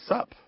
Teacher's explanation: that vowel is a schwa sound, right? Not a long ooh sound.